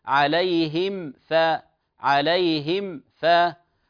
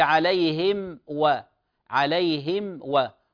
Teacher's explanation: أظهرنا الميم الساكنة من غير زيادة في الغنة · Term: الإظهار الشفوي